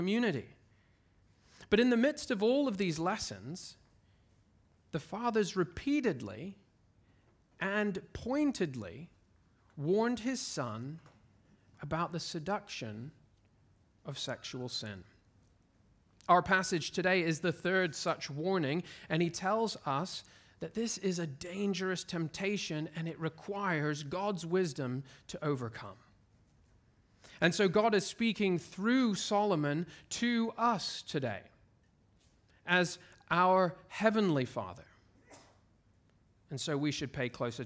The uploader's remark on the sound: at Covenant Hope Church in Dubai, UAE